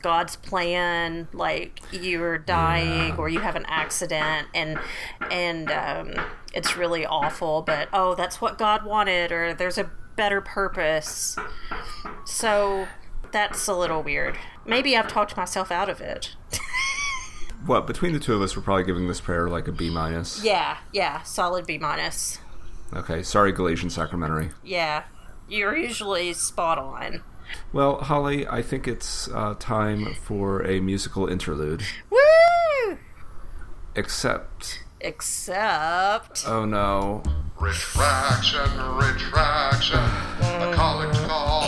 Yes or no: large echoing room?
no